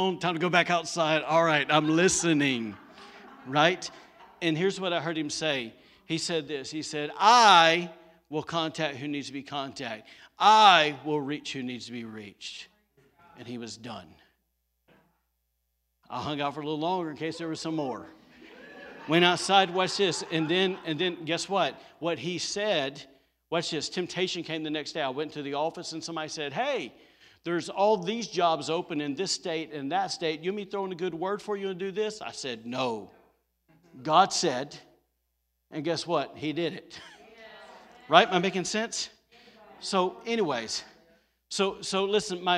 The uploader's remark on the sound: Was recorded on Sunday, November 15, 2020, during service at The Anchor Church in Rockport, Maine.